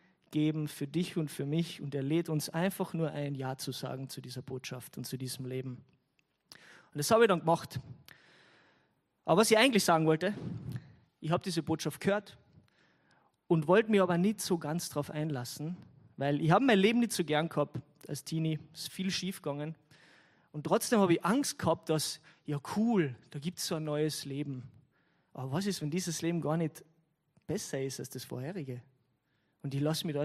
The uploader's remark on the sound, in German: Gottesdienst live aus der LIFE Church Wien.